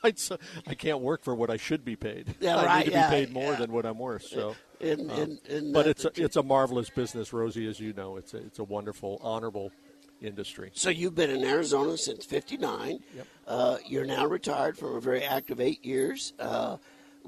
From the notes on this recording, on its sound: on location from The 2023 Tucson Book Festival